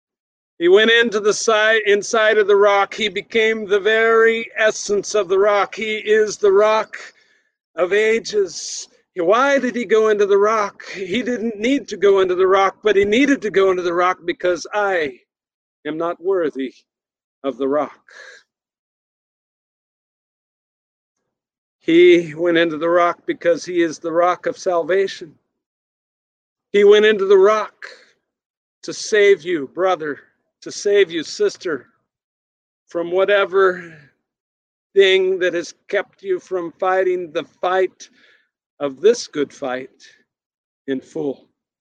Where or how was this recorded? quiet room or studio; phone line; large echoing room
large echoing room